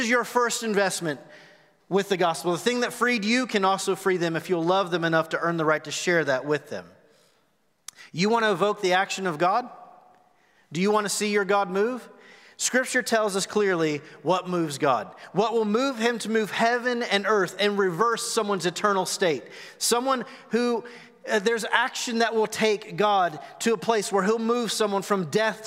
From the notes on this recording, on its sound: Recorded live at The Fellowship on March 21, 2021.